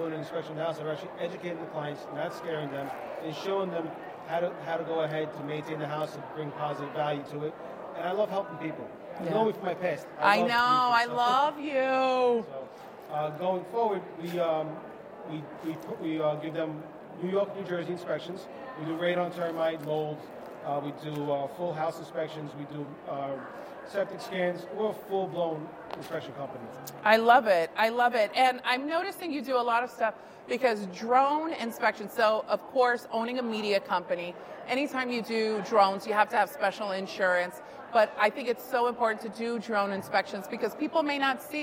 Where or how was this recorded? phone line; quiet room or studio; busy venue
busy venue